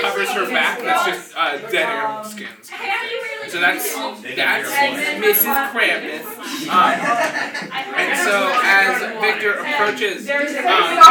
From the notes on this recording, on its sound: BECAUSE THE AUDIO SOUNDS HORRIBLEEEEEEEEEEEEEEEE.